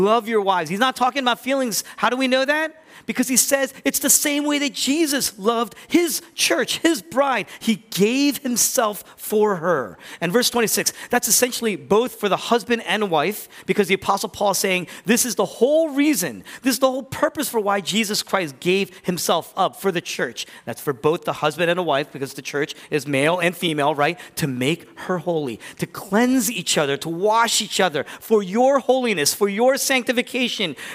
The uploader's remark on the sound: was originally preached in East Falls, Philadelphia on July 16, 2023.